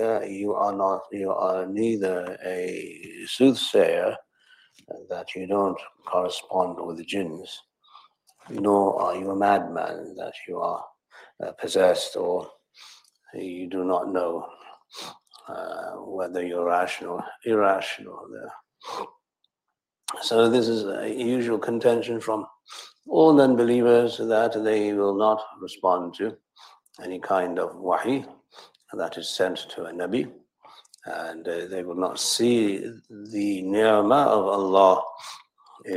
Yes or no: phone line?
no